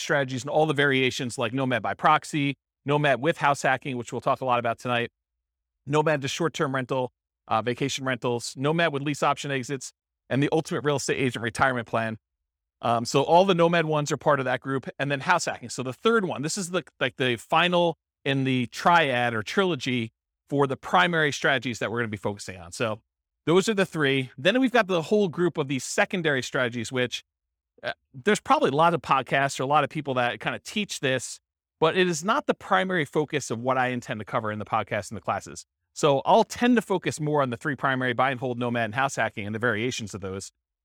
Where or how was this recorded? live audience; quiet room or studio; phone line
live audience